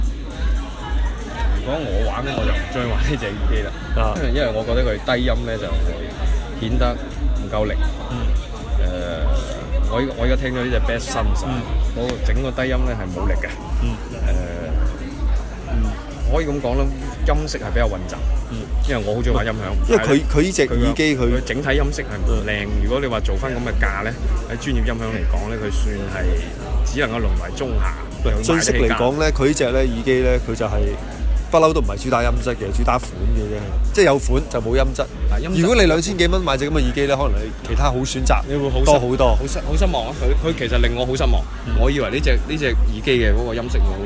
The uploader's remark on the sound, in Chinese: 广州 Apple Store体验实录。期待多年嘅Apple Store 终于响2016年春节前落户广州天环广场啦。而且系将全程录音等大家用耳仔嚟同我地一齐体验下 Apple 嘅超A级服务啦。